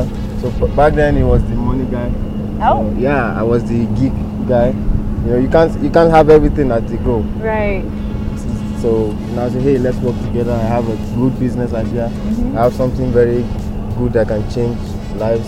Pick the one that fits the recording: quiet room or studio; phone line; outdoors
outdoors